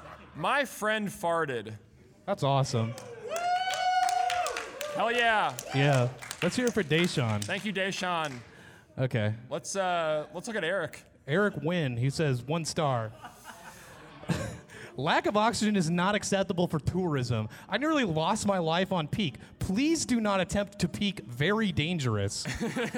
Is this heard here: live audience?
yes